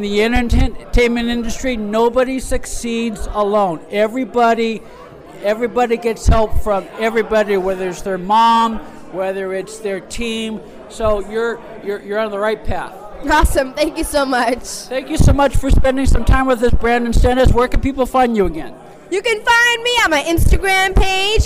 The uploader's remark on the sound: Live from The Hollywood Museum. Via remote from The Hollywood Museum.